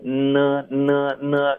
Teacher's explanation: 是舌头封住你的气流，所有的声音和气是从你的鼻腔出来了 · Term: 鼻音